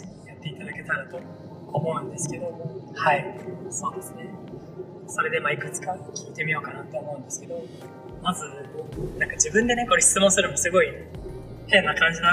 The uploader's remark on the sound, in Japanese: 今回は車の中の収録ということもあり、多少雑音が多いですがご了承ください。元の素材は聞けるレベルではなかったのですが、整音をがんばりました。